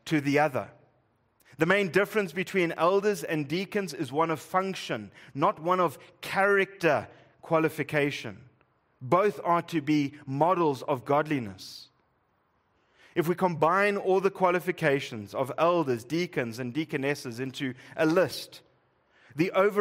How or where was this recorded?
large echoing room